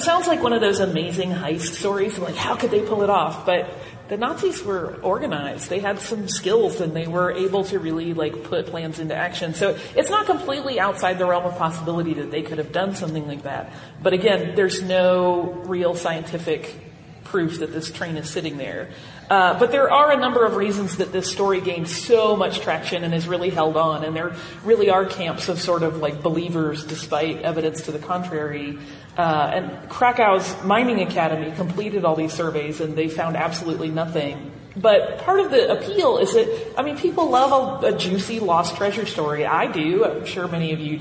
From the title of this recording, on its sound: Live From FanX